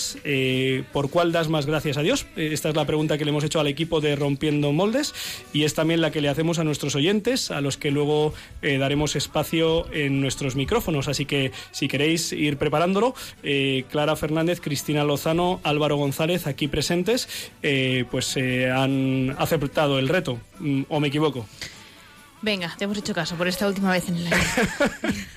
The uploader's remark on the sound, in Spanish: Con la participación por teléfono y twiter de nuestros oyentes.